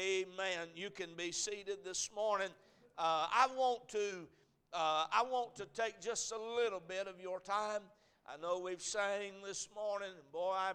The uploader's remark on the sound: A message preached at Crossroads Baptist Church